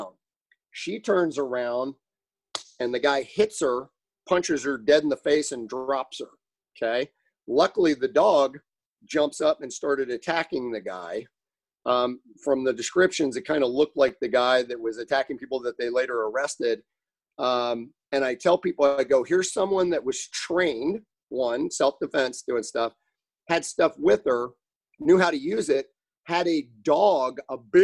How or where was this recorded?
video call